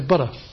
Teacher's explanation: It's not a D, it's not butter, it's butter. And the tongue has just gone up to the alveolar ridge and come away very, very fast. Okay, so that's a tap or a flap.